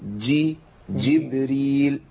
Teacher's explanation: لابد من بيان الشده والجهر في الجيم